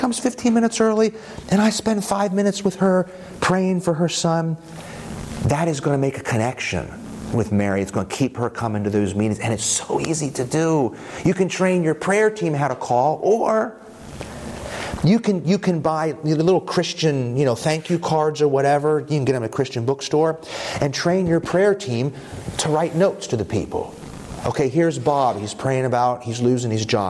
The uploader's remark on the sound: this presentation from the evangelistic innovation track at the 2023 Propel Conference